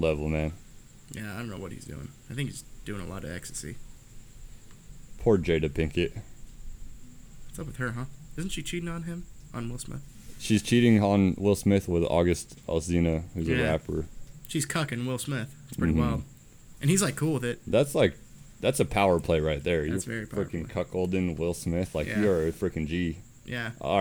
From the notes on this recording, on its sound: We outside on this one and a storm’s a brewin’.